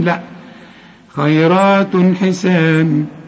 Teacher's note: طب والوصل برضو أغن النون دي، فيهن خيرات، خاء كل خاء في القرآن مدام مفتوحة خاء، الياء هنا مرققة، الراء بالمد بتاعها مفخم لأنها مفتوحة، خيرات، التاء اللي عليها الضمتين بعدها الحاء، الحاء من حروف الإظهار ما تغنش، خيرات حسان، ما تقولش خيرات وتقول عليها تنوين، لا خيرات حسان، حسان كل الحروف مرققة.